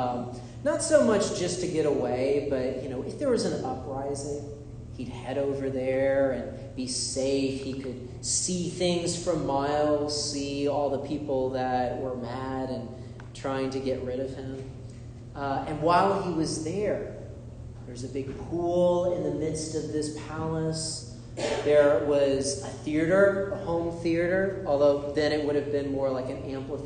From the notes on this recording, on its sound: This is a sermon I delivered at Holy Comforter Episcopal Church in Drexel Hill, PA.